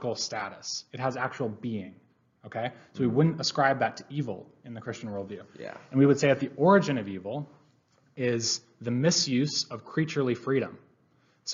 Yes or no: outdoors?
no